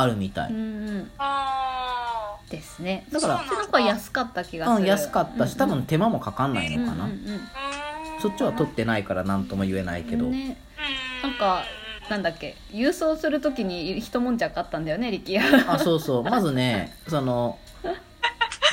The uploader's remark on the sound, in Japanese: 録音場所は、とあるホテルのキッチンのため、たまにキッチンを利用している音がします